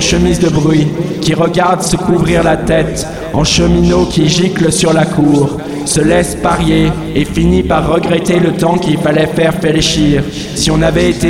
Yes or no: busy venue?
yes